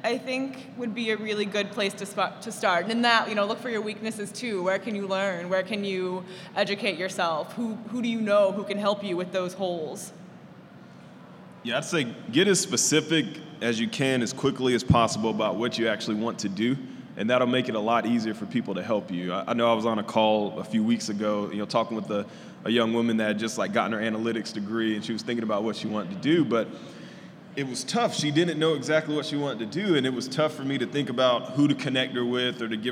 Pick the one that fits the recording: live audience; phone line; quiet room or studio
live audience